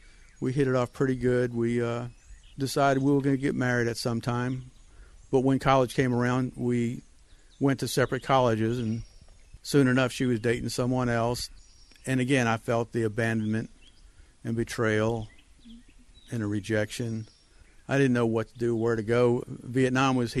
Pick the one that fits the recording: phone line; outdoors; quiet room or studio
outdoors